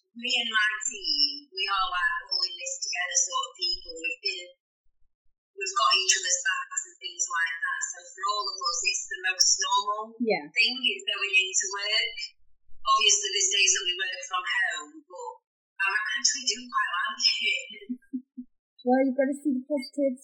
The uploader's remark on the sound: Warning - the audio isn't the best on this one. We did our first remote recording and didn't pick the best method.